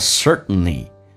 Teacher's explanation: T 跟 N 在一起，那么 T 可以不发音，但是 N 跟 T 在一起也可以 T 不发音